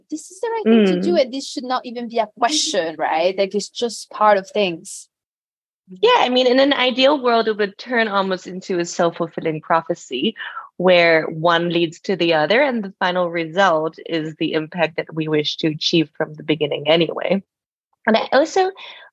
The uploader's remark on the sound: Recorded LIVE on July 28th, Zoom, 1pm CET